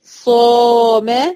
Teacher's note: بحرف القاف، والقاف من خص ضغط انقظ. طيب صام، الألف المادية هنا مفخمة لأنها سبقت بحرف الصاد، والصاد من خص ضغط انقظ، من حروف التفخيم يعني.